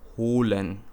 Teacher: Da gehen die Stimmlippen relativ langsam von der Atem- in die Stimmstellung über. Das bedeutet eben, dass es vielleicht sogar erst zu einem Reibelaut kommt, bis die Stimme einsetzt. · Term: gehauchten Stimmeinsatz